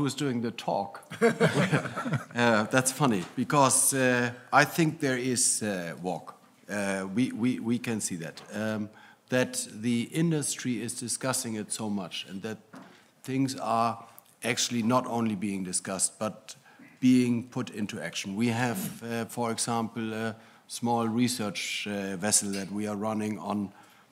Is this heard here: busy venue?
yes